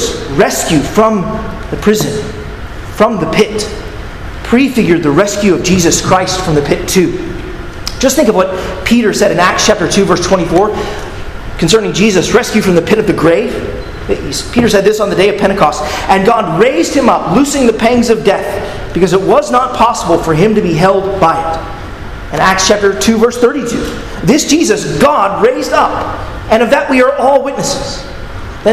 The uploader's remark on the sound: at Arlington Baptist Church in Arlington, Virginia